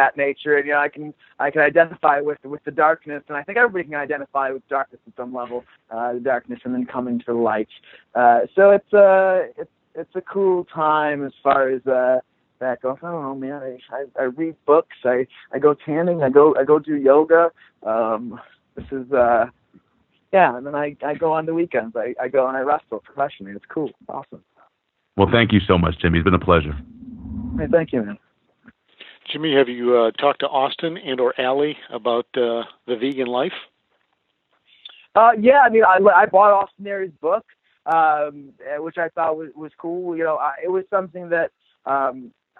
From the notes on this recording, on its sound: The full audio from today's Impact Wrestling teleconference.